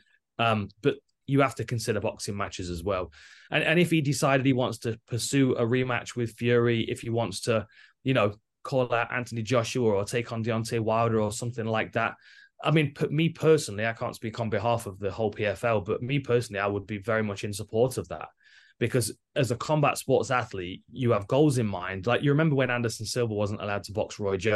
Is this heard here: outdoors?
no